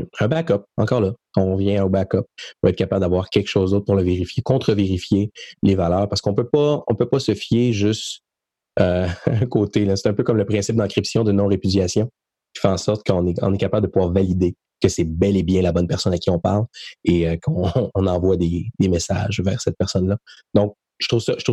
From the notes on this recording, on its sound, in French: Locaux virtuels par Zoom. Locaux virtuels par Zoom.